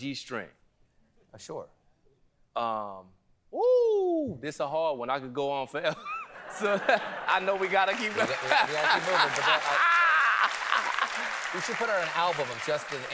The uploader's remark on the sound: LIVE Monologue.